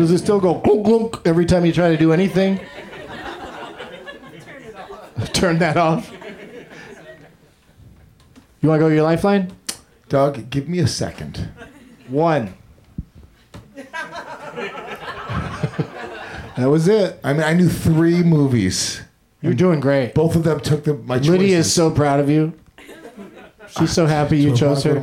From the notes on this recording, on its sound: Live from the UCB Franklin